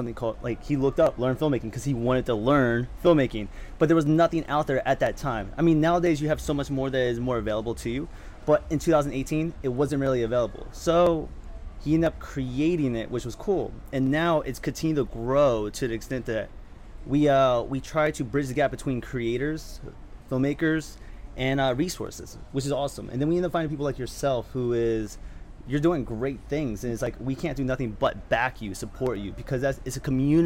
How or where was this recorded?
busy venue